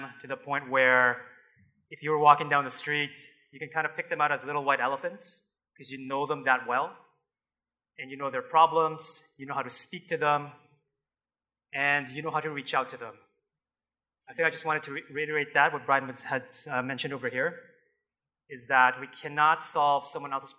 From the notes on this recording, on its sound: Live Broadcast at the The IPBC IGNITE Conference.